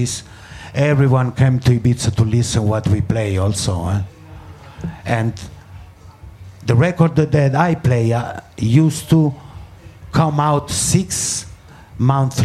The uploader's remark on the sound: Last week we were lucky enough to be invited to record three podcasts at the International Music Summit in Ibiza , better known as IMS. Recording these conversations live, and in front of an audience, is a totally different proposition to a one-on-one chat in a studio or on the phone and this episode reflects that.